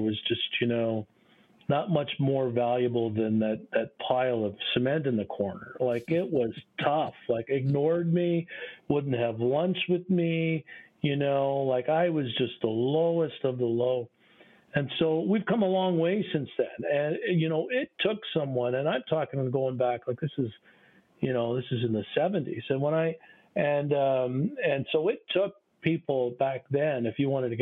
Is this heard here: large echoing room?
no